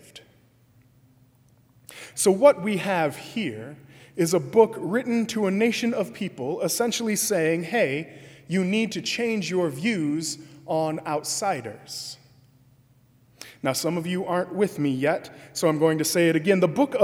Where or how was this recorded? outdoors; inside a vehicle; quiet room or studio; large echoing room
large echoing room